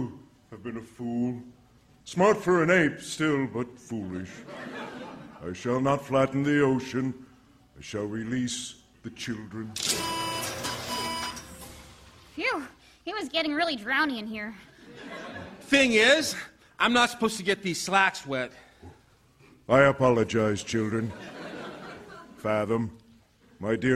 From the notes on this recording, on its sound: Recorded Live 6/14/2014 at Largo, Los Angeles.